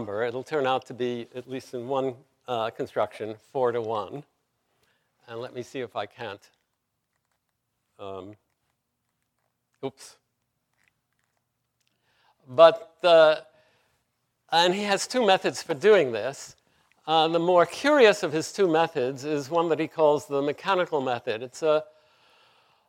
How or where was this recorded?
large echoing room